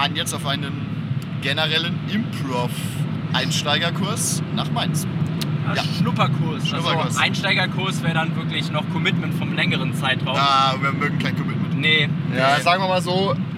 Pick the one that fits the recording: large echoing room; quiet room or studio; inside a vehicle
inside a vehicle